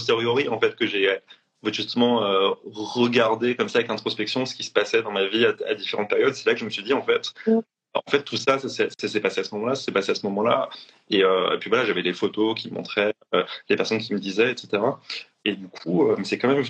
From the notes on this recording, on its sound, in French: live enregistré sur Instagram